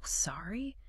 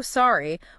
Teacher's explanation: If I bump into you on the street and I say, oh, sorry, with a softly falling, gentle intonation, I am functionally apologizing · Shown in: first take